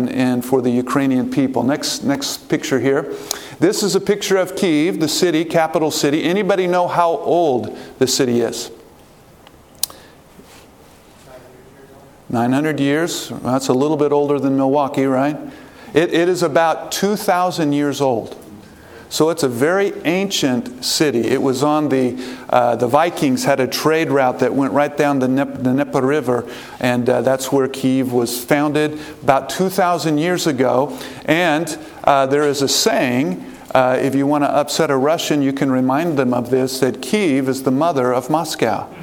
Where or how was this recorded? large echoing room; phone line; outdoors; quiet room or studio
large echoing room